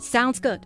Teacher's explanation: when we have the period at the end of the sentence, we're going to just read it with the going down voice.